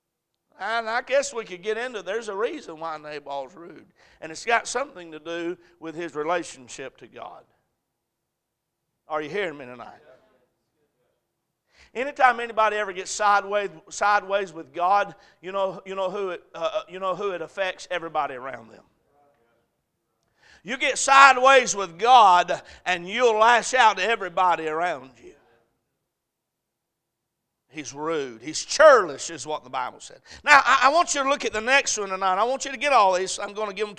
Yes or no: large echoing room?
yes